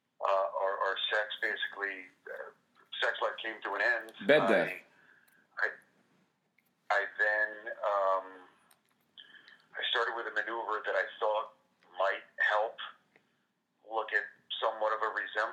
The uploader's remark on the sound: Best of Wednesday night love line calls. It’s calls from people that called.